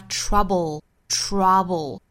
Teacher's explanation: dark L 的话略有差别，就是我们的舌中间的部分，舌中部下陷